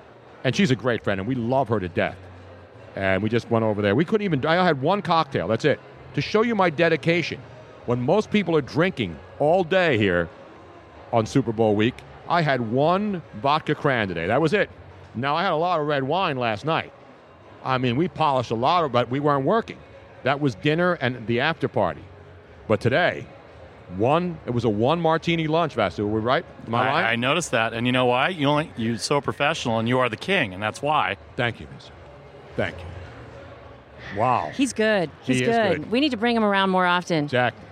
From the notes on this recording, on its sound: LIVE from #SB50 Radio Row. Fun and crazy day on radio row as the media hordes grow each day closer to the big game.